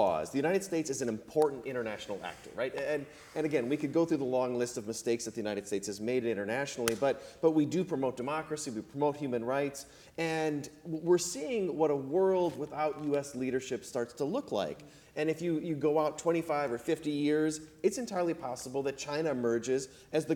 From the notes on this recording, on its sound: The entire BSP crew assembles for a live taping. Followed by audience questions.